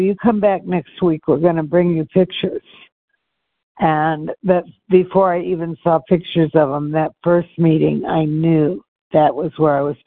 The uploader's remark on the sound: from the 100 Pounders Phone Meeting